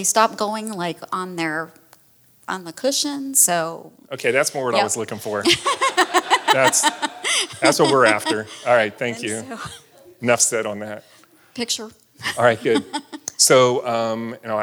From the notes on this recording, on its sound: This special episode of the How I Got Here podcast was recorded in front of a live audience at the 2023 Tallahassee Chamber Annual Community Conference in Amelia Island.